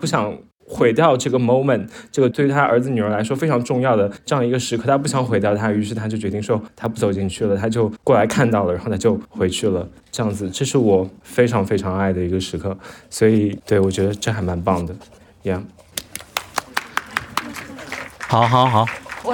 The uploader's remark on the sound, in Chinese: 我们第二次的线下录制活动。我们80多人 在上海一起刷了《熊家餐馆》2 ，一起碰杯、倒数、跨年，还有after party。